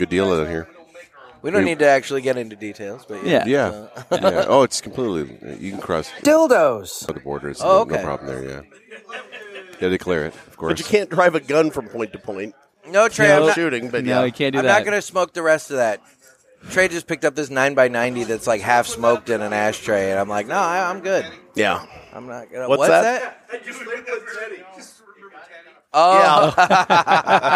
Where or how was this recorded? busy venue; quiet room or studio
busy venue